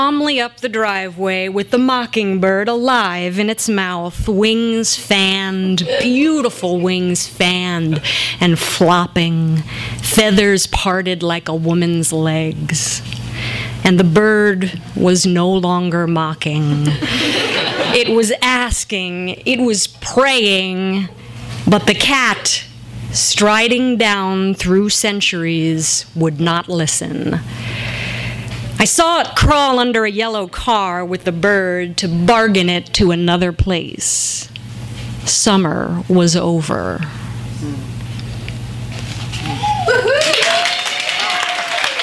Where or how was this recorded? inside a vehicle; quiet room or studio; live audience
live audience